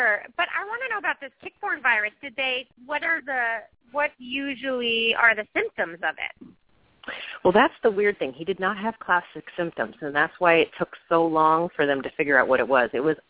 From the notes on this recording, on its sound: open up the lines for listeners to call